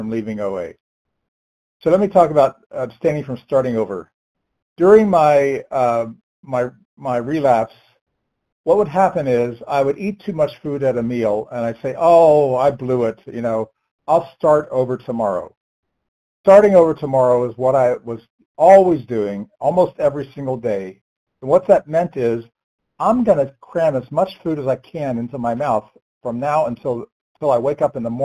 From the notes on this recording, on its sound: 100 Pounders Phone Meeting